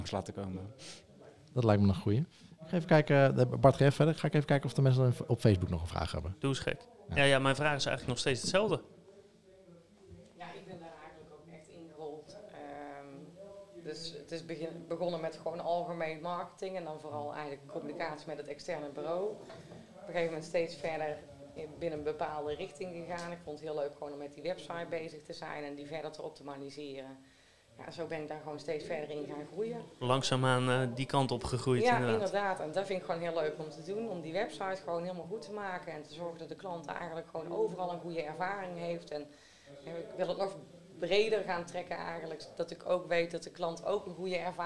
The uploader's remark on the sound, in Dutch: Tijdens de DDMA Dutch CRO Awards op 3 oktober 2019 deden we live verslag vanaf het event.